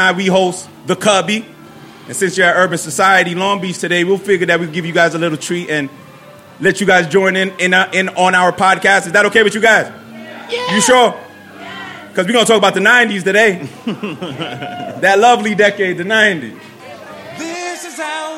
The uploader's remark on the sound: LIVE RECORDING. WE ARE LIVE, BABY!!! The Cubby Cast takes some time to dedicate our perspectives & livelihood to our audience, in person.